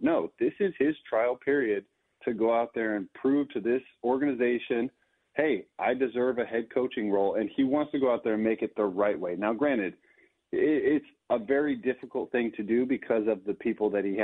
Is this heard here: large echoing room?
no